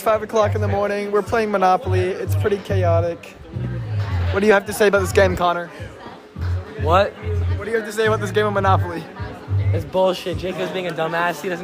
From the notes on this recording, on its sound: Segments recorded at the lock-in, cut short cause I didn’t record on account of being on aux most of the night.